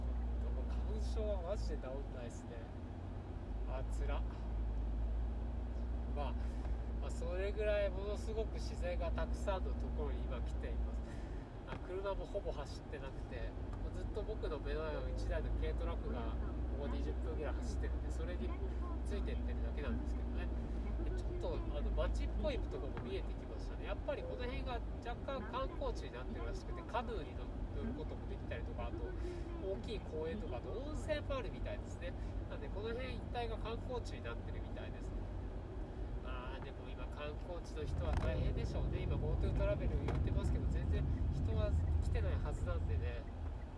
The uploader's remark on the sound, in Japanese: 新潟ドライブ中に配信。新潟ドライブ中に暇だったので録音しました。